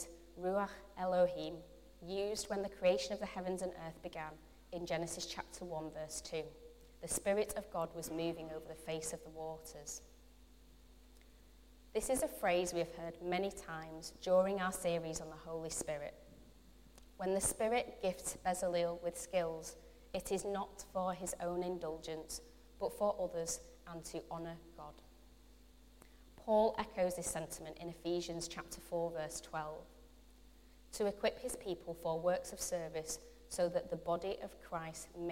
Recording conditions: large echoing room